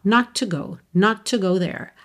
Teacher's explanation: E você já reparou também que esse not to, quando eu estou falando numa frase, isso se junta, esses dois T's viram um T só.